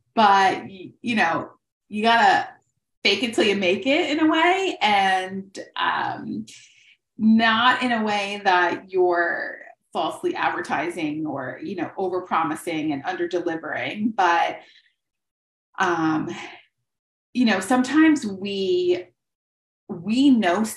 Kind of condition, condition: link, video call